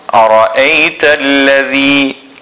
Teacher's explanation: The ذال، the tip of the tongue under the two top front teeth